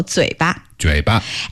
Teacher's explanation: so 嘴, that's the third tone. Yeah. And 巴 there is the light tone.